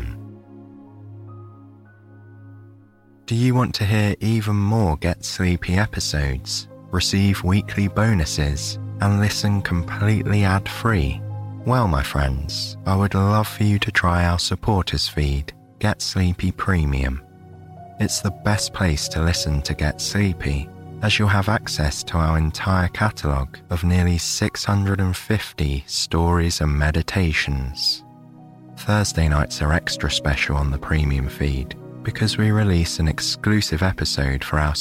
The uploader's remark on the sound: Sound design: calm town ambience, footsteps on cobbles.